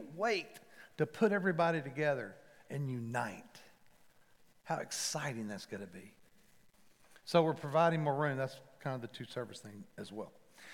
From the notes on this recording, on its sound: Recorded live at The Fellowship at Mt Juliet on September 12, 2021. MJ campus.